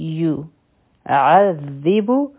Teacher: د واو د پاره به شونډې ګول کړو په یا باندې ضمه ده نو دا به شي یو عذب